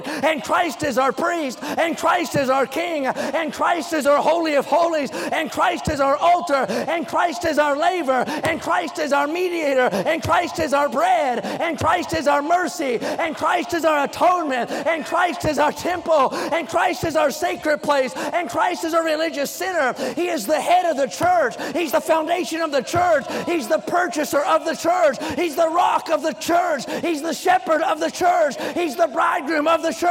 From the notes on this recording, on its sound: during the Wednesday Evening service on June 7, 2023, at North Valley Baptist Church in Santa Clara, California.